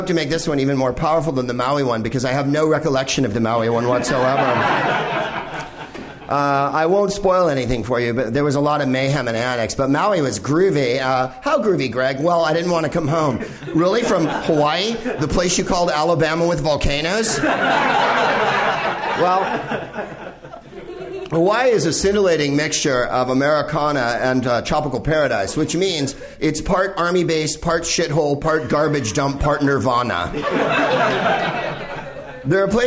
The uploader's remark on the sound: Live from the NerdMelt Showroom in Hollywood